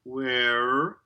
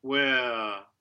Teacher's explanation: that R reduces to schwa and creates a diphthong · Shown in: second take · We don't want to head for the rhotic R. We don't have the rhotic schwa there, no R, so not where, but where.